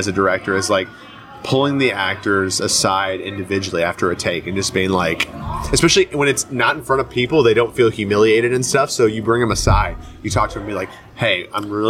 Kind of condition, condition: setting, outdoors